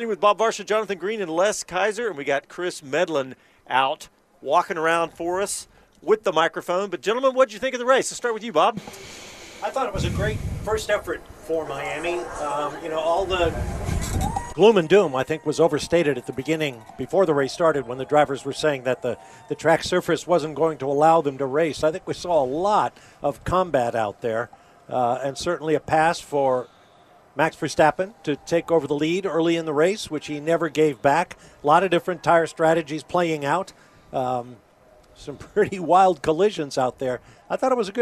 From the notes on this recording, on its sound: Speed City is live from the Miami Grand Prix! Post race thoughts and analysis from the booth in Miami. Sound from the paddock.